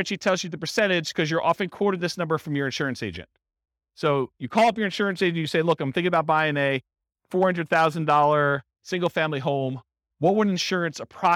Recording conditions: live audience